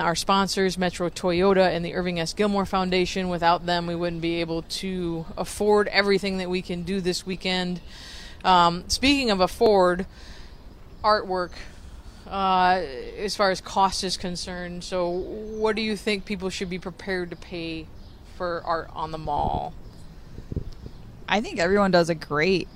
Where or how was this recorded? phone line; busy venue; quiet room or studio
busy venue